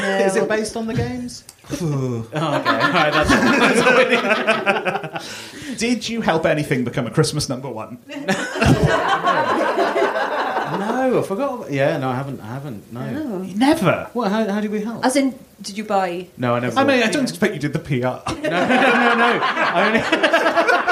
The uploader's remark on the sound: Our very first live edition of the podcast - recorded at the 2022 Machynlleth Comedy Festival. In front of an audience.